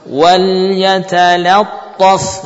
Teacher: kalimat wal yatalattaf ya huruf ta-nya yang tebal selainnya tidak tebal